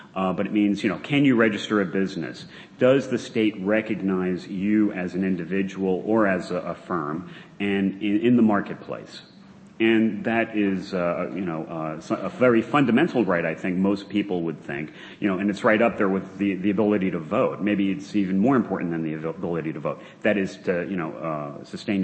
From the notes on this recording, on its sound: The Federalist Society presented this panel at Part 1 of the 2007 U.